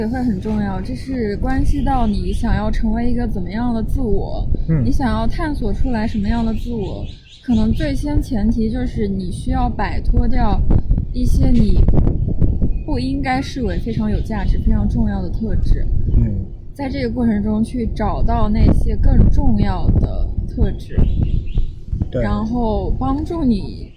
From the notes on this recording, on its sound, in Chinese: 本期节目在户外录制，所以杂音可能比较多，请听众朋友见谅。